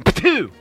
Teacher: Another verbal signal is the bilabial plosive, usually accompanied by a spray of tobacco juice from the oral cavity.